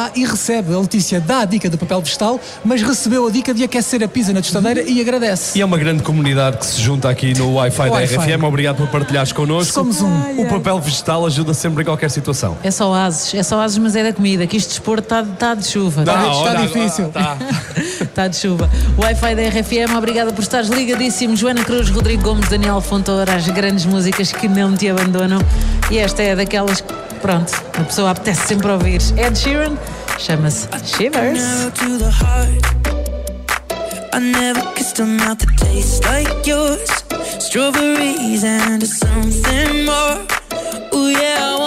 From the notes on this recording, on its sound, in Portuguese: Fomos até à zona VIP. O Wi-Fi da RFM é feito ao vivo, a partir do Slice Lounge, durante 3 noites.